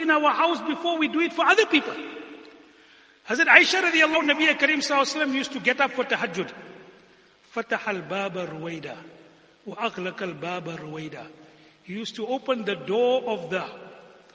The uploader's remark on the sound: Jumuah lecture